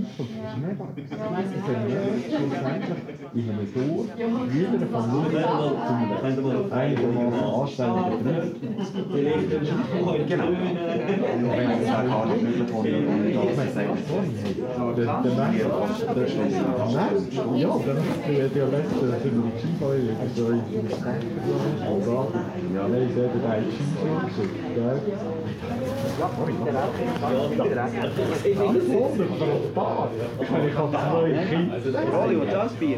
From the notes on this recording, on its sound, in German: Wir haben das Meet-Up für euch aufgezeichnet und euch als Podcast zur Verfügung gestellt.